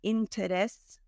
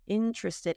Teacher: And notice it's more of a schwa sound instead of tre, tra. The T, the first T sounds like a CH, interested in. · Shown in: second take